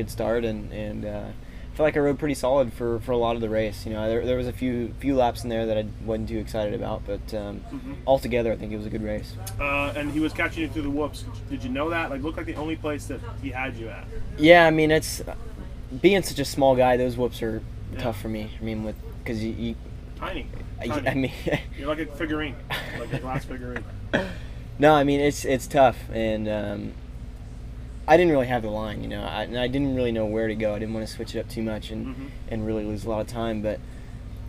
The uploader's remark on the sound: Post race interviews from Jacksonville